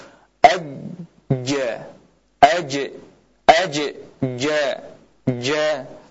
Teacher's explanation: Huruf jim dia rapat, lidah rapat ke langit-langit, tidak ada celah, sehingga kita tidak bisa memanjangkan suara kita. Tertahan, tidak bisa kita panjangkan.